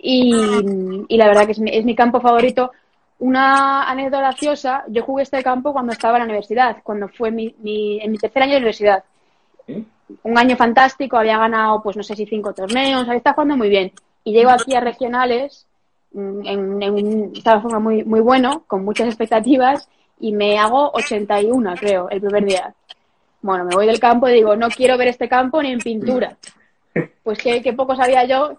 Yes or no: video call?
yes